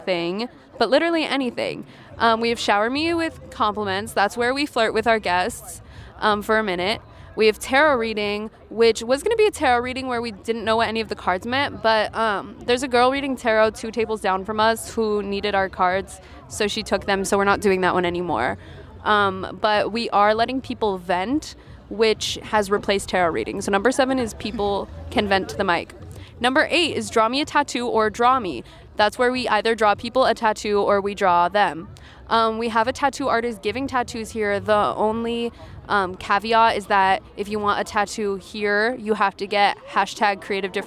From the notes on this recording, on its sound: LIVE from SpringFest. Go to SpringFest to talk to students.